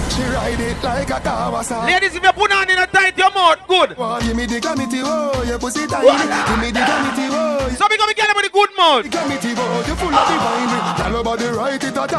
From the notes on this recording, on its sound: LIVE AT ISLAND SATURDAYS ON NOV 26TH, 2016